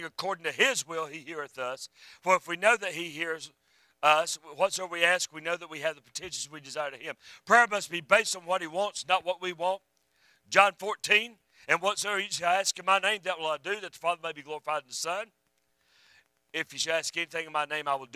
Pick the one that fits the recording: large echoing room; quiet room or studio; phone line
large echoing room